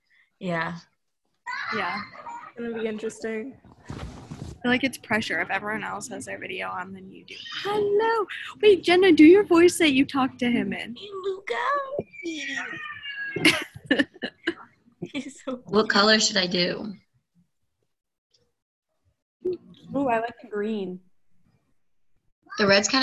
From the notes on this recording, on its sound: Zoom Class